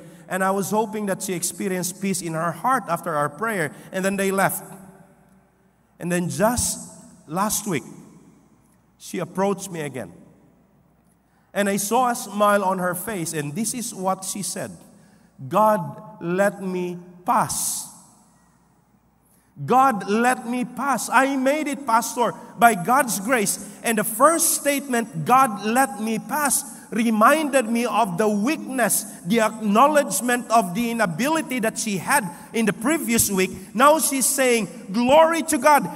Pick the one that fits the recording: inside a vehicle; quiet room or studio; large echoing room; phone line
large echoing room